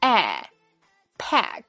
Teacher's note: 字母 a 要发梅花音，嘴巴尽可能地打开张大，拉向两边